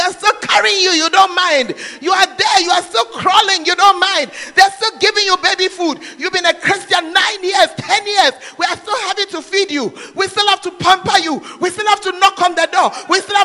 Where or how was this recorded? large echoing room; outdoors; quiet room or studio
large echoing room